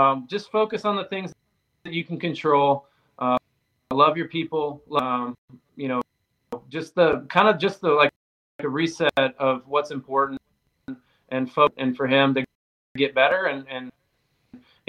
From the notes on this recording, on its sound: APOLOGIES for the wifi issues